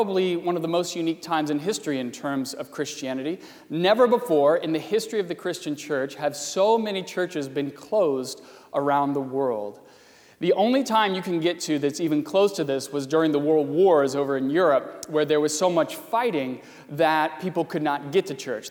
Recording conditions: large echoing room